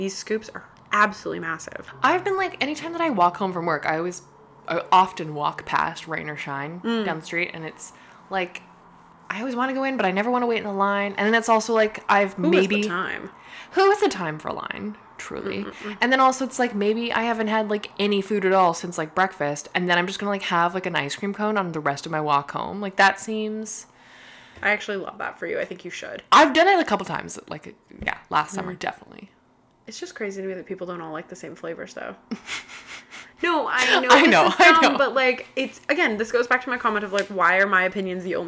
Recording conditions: background noise